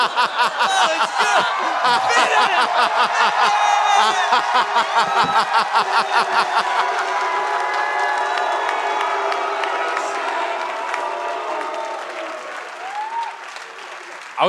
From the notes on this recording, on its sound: Recorded live at the Gramercy Theatre in NYC.